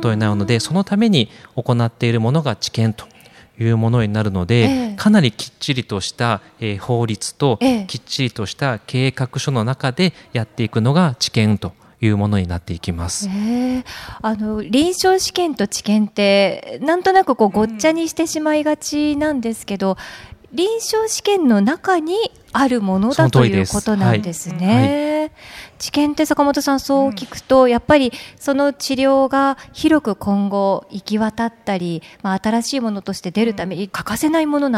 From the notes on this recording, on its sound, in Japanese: がんと生きる 公開収録。千葉県柏市にある三井ガーデンホテル柏の葉パークサイドにて行われた公開収録の模様をお届けします。